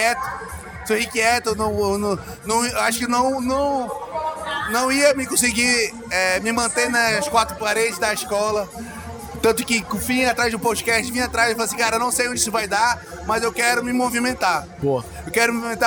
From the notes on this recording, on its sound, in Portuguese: Live and Stereo at The Week: Day 2 and Day 3. Aproveitem a segunda metade do conteúdo gravado ao vivo no nosso estande do podcast.